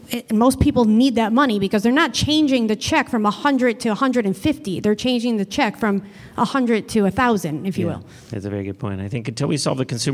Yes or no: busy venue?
yes